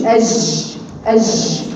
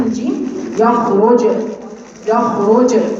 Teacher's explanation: الجيم يا اخوات قلنا ان هو حرف شديد بيحدث فيه القلقله لان فيه انغلاق تام للمخرج · Shown in: second take